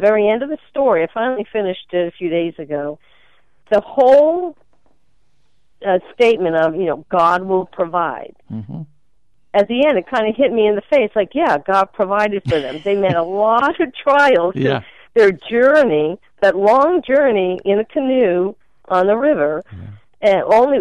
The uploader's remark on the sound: We're opening up the phone lines today!